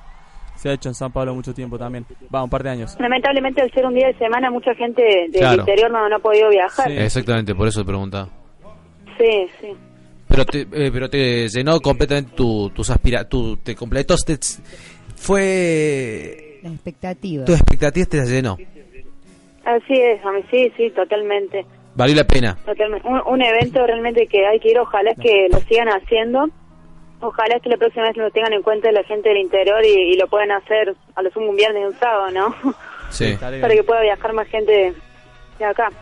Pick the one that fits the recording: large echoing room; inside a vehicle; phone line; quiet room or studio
phone line